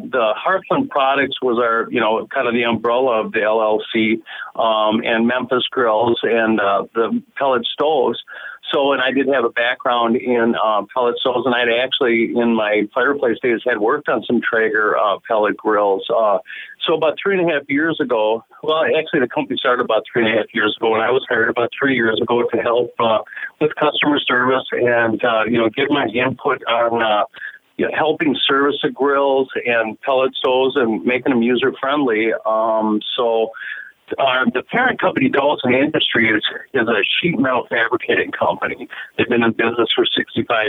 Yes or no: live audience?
no